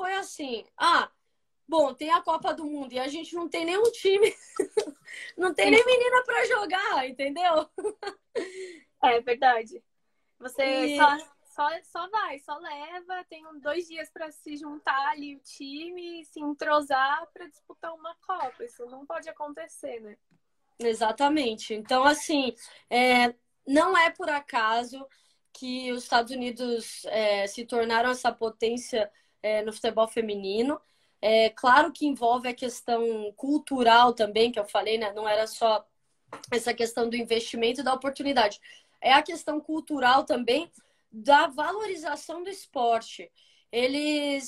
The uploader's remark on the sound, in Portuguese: Rolou uma live no meu instagram